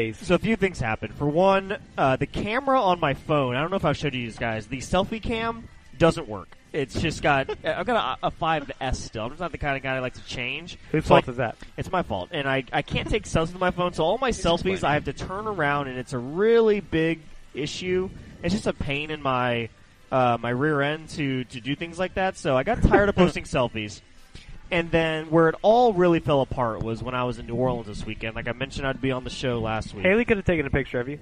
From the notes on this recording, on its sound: Live From Nates!